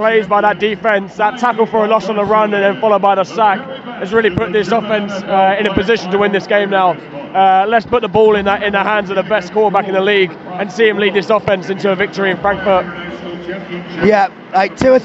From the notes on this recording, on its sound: The Frankfurt Experience Live. Record live from Frankfurt to take you through a real time roller coaster of emotion from pregame to the final whistle.